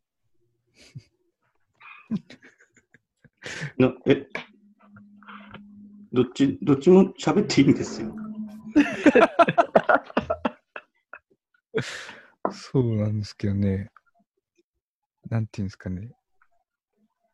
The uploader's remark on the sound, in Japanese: 収録地：それぞれの家（ZOOM収録）